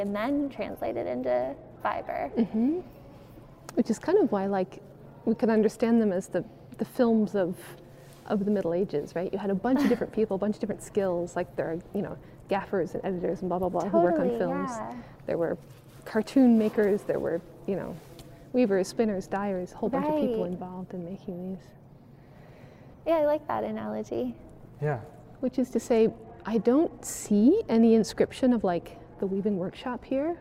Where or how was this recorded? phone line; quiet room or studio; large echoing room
large echoing room